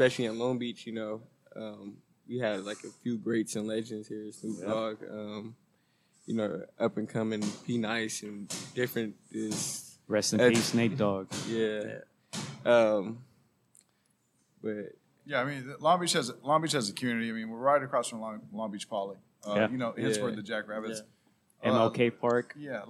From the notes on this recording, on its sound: LIVE from Jackrabbit Boxing gym in Long Beach, CA